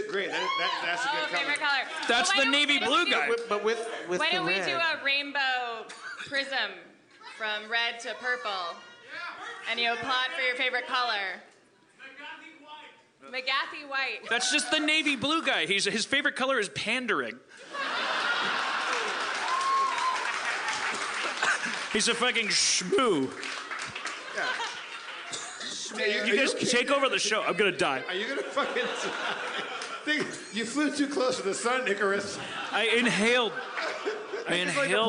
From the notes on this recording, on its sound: LIVE from The Tin Roof in San Diego.